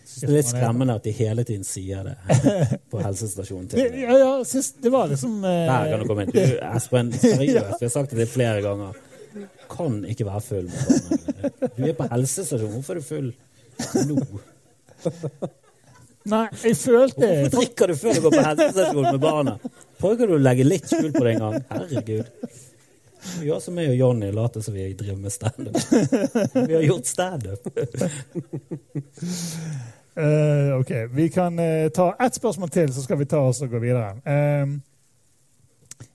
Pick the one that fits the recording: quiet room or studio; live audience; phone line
live audience